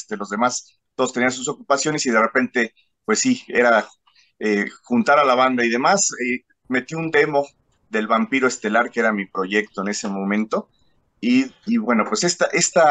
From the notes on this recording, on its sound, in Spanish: Charlamos vía zoom.